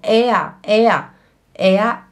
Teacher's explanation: o R no alemão ele faz sim um sonzinho de A